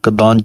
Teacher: ਦੱਦੇ ਦੇ ਕੰਨੇ ਦੇ ਨਾਲ ਉੱਤੇ ਬਿੰਦੀ ਹੈ, ਉਹਦੀ ਆਵਾਜ਼ ਕੱਢਣੀ ਹੈ ਨੱਕ ਦੇ ਵਿੱਚ, ਕਦਾਂਚਾ ਹੈ।